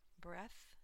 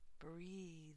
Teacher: Breath has a voiceless th, but the verb to breathe has a voiced th and an e on the end.